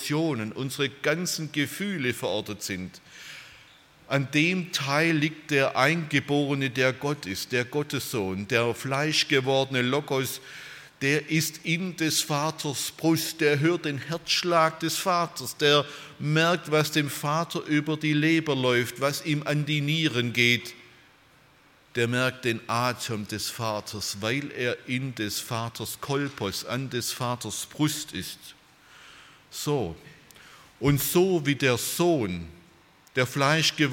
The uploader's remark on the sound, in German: bei einer Veranstaltung der Liebenzeller Mission